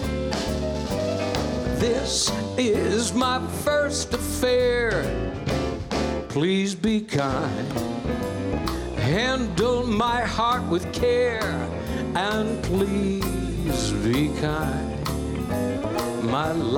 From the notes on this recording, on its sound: Live at the South Point Casino.